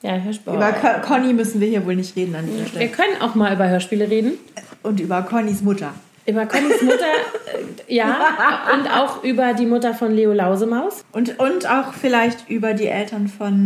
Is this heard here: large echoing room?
no